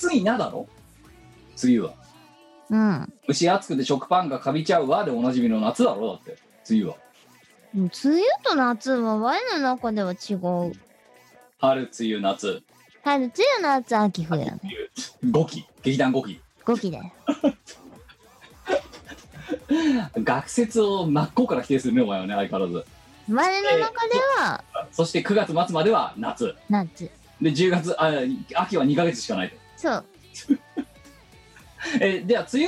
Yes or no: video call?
yes